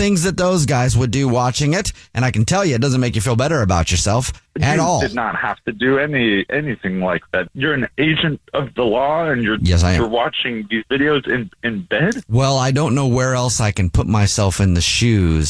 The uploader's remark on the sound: on the phone in this Phone Prank!